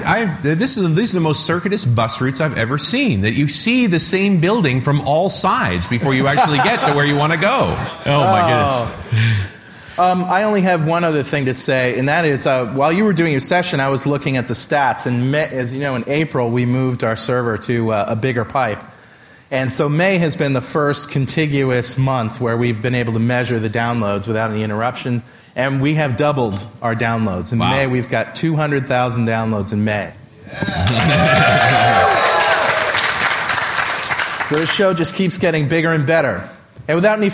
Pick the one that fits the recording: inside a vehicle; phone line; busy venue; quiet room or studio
busy venue